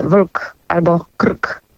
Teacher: zgłoskotwórcze L lub R, czyli to, że słowa mogą nie mieć samogłosek i brzmią na przykład wlk albo krk.